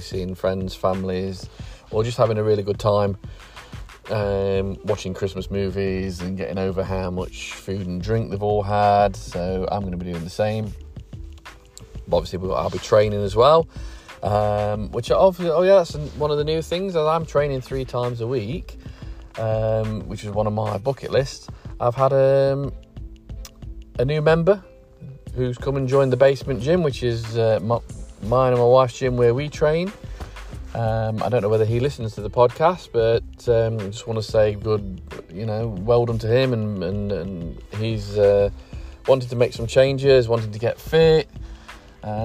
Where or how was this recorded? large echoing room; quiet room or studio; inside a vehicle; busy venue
inside a vehicle